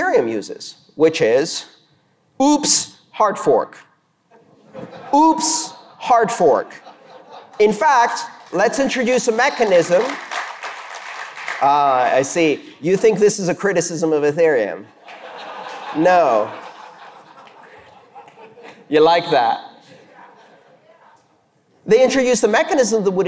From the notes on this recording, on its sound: This talk was delivered on December 12th, 2019 for the La Bit Conf Latin American Bitcoin and Blockchain conference in Montevideo, Uruguay.